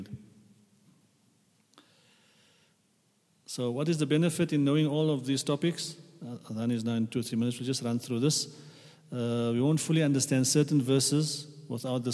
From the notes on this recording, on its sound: at the Houghton Masjid (West Street)